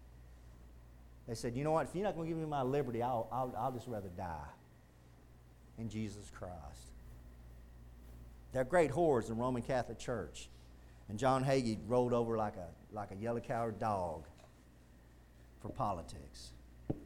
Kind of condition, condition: setting, large echoing room